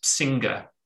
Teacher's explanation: So that velar nasal sound, I think, isn't it? You don't pronounce the G unless you're from Birmingham